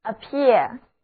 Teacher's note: 重音是在第二个音节